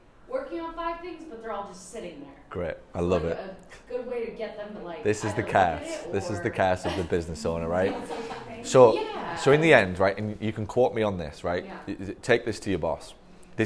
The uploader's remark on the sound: This one is a conversation I recorded at a recent Mastermind Event in New Orleans. It was in a room full of marketing assistants and front desk people who where at the event with their boss.